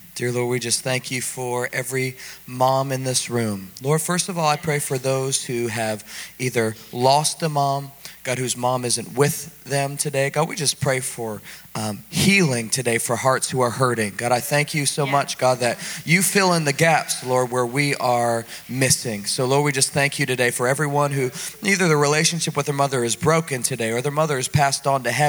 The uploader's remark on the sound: This message was preached at the Fredericksburg Full Gospel Fellowship.